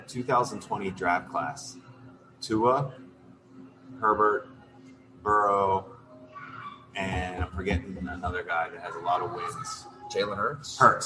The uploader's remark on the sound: Live at Fattey Beer Company, we try to make sense of a bonkers season.